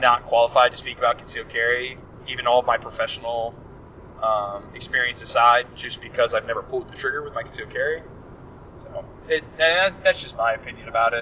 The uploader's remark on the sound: In this episode, we are driving back from the 2022 Deliver Fund Range Day. Whatever else comes to mind during the drive.